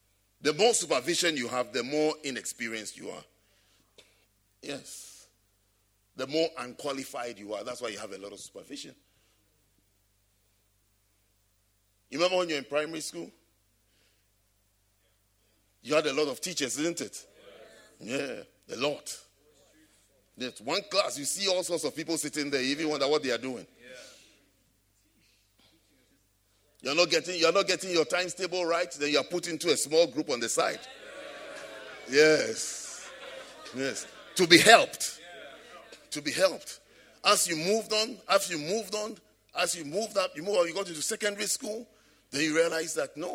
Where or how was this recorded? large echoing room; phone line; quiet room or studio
large echoing room